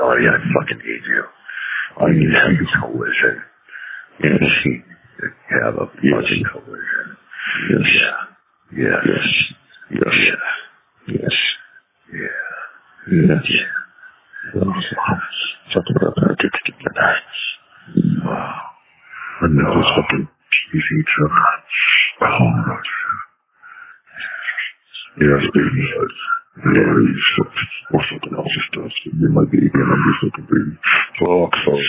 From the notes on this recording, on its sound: Please forgive the bad audio quality.